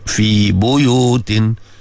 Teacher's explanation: Kasratain tanwin bertemu dengan hamzah. Mat asli bagi sempurna dua harakat.